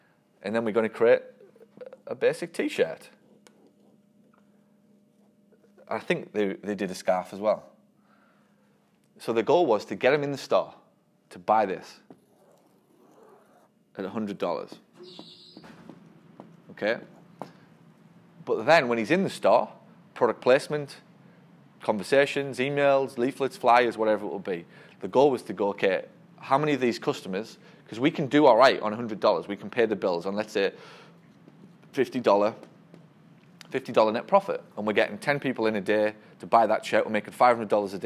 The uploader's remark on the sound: This one is a recording of a great discussion that took place during my recent 3-Day Marketing Bootcamp in New Orleans. It’s the morning of day 2 - listen in as the room reflects on the learning that took place the day before.